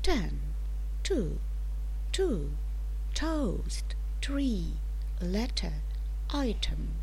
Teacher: Буква ТИ читается альвеолярным звуком Т. Язык находится на бугорках за передними зубами.